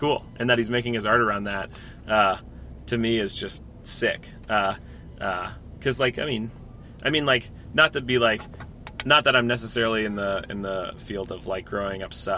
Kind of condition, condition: setting, inside a vehicle